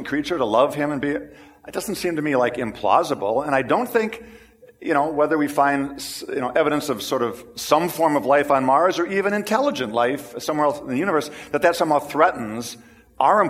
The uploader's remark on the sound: This is the recording of the 9:00 Sunday service.